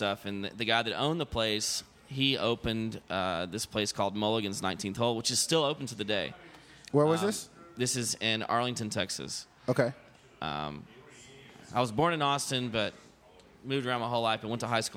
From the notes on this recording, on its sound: We recorded this episode at Bar 2211. By the way, we recorded this episode at Bar 2211.